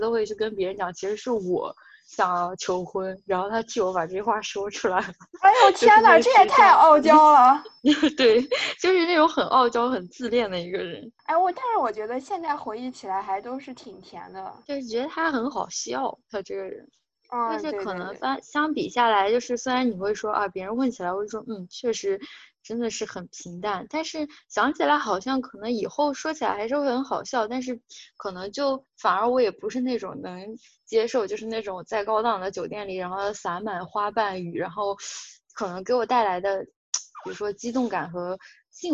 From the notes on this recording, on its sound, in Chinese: 这期节目因为网络连线有杂音，更适合不用耳机公开放哦。